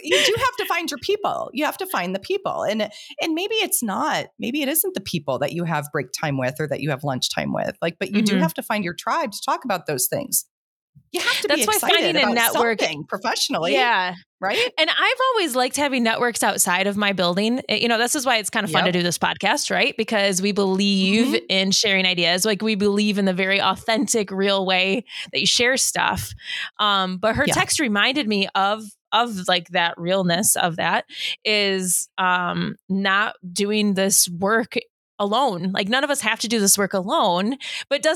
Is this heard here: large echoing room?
no